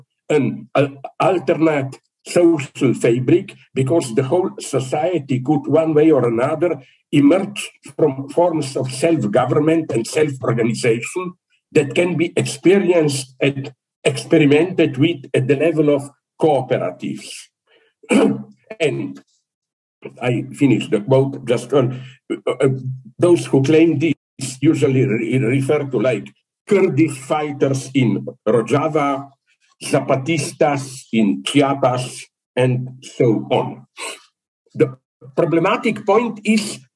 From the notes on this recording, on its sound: This is a recording of a Zoom presentation from 21st December 2022 for the Walden Korea Lecture Series, as part of the International School of Philosophy in ASIA (ISPA).